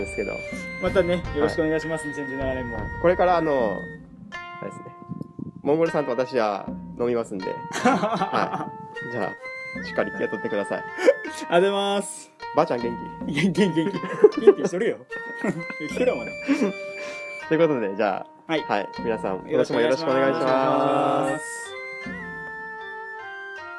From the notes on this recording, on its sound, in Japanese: 玄関前にて1分ほど収録した